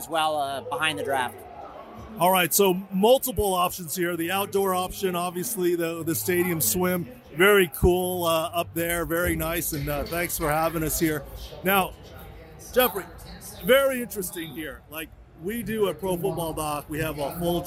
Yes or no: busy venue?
yes